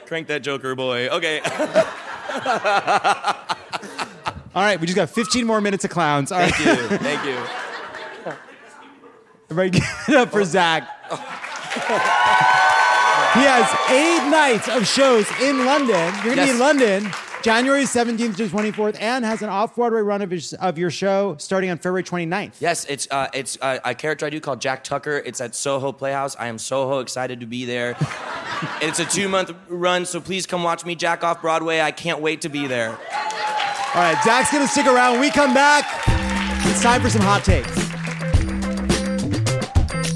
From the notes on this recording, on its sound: a brand-new episode, live from The Lodge Room in Los Angeles